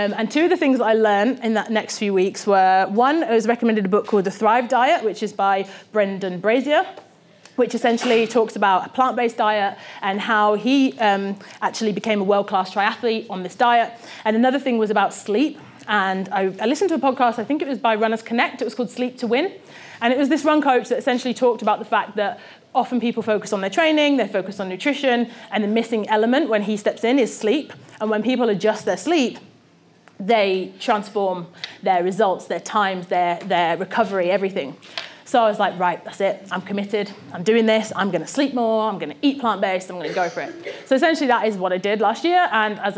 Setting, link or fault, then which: setting, live audience